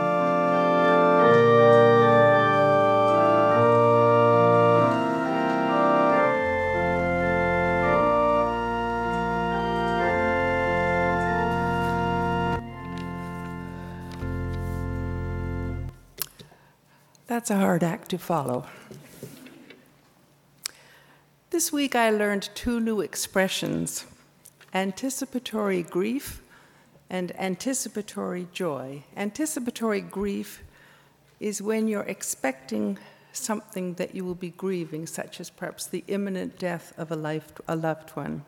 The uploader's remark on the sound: Live worship service